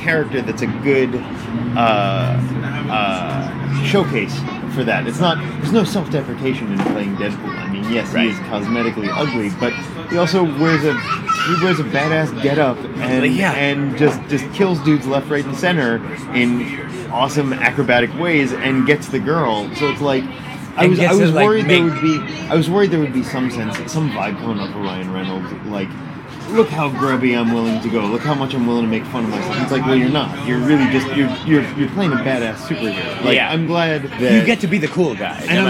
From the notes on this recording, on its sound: Recorded at Hugo's Tacos in Studio City, CA.